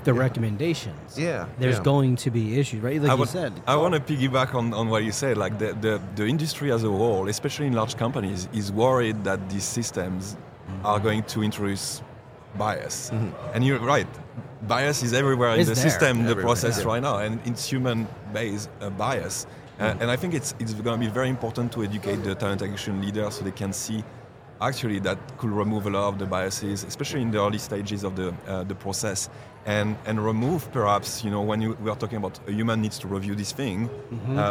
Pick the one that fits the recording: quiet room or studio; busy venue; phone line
busy venue